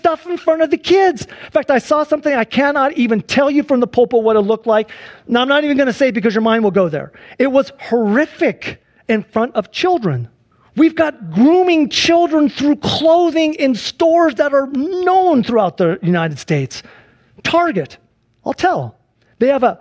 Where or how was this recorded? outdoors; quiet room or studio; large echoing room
large echoing room